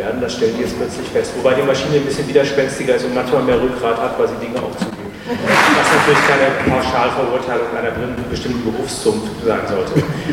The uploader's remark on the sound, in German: Aufgrund des umfangreichen Schatzes an Mitschnitten des Bühnengeschehens und Interviews am Rande der Veranstaltung habe ich einen Zweiteiler aus diesem Event gemacht. Pauseninterviews mit Zuhörern.